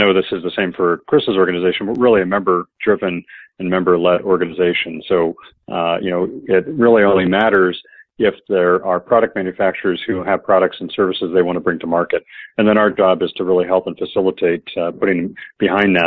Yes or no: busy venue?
no